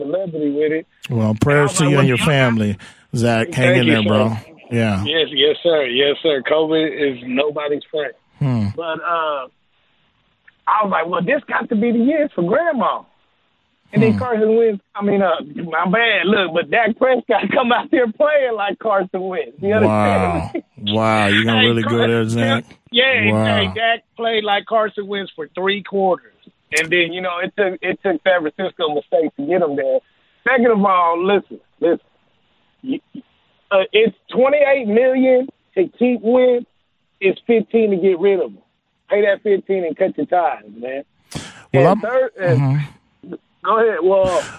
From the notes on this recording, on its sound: Throughout the hour, we take listener phone calls.